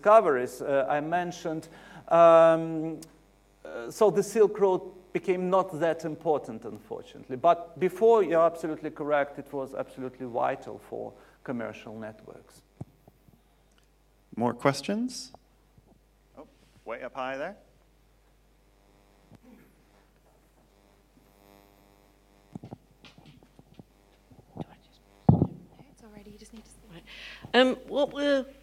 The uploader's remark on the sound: UCL Lunch Hour Lecture